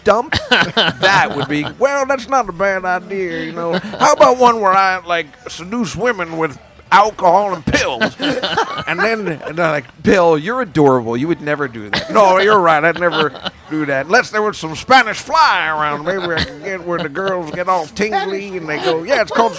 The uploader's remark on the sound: Live from Tommy Bahamas. Taped at Tommy Bahama’s Restaurant in Times Square, New York City on October 8, 2016. Friends and family gather around to talk comedy, nonsense, news and politics on this milestone podcast.